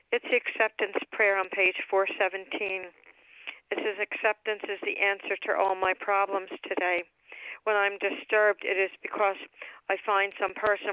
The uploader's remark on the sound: 100 Pounders Phone Meeting